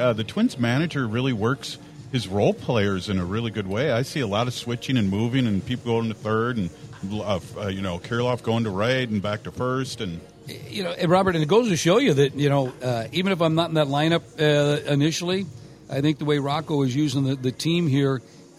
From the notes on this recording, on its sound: Tune in as we broadcast live from Target Field in Minneapolis for Native American Heritage Night!!